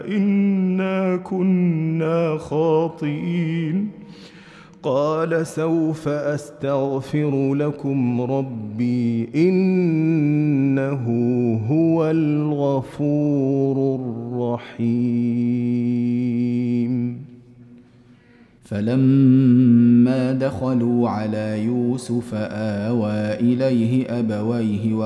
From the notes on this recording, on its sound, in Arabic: مسجل من صلاة التراويح بمسجد السلام بحي مشرفة بجدة